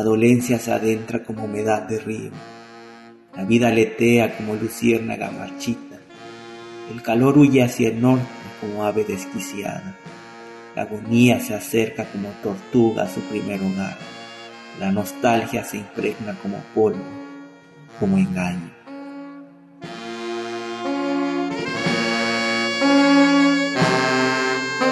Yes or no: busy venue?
no